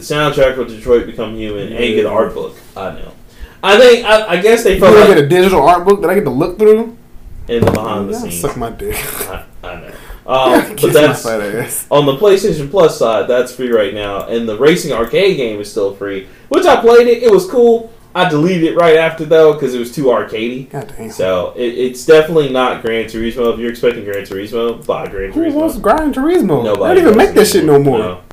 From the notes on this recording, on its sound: Sorry about the audio again we are really trying to fix it.